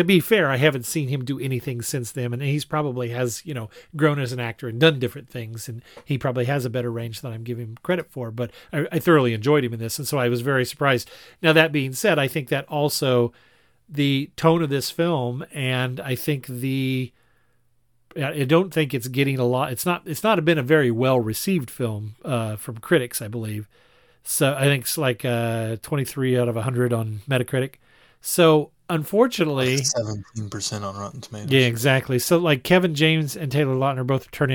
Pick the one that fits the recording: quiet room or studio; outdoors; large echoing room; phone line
quiet room or studio